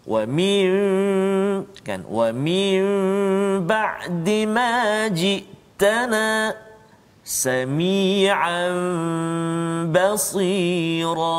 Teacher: Ba tu tukar kepada mim Dengung dengan kadar dua Dua harokat · Term: iqlab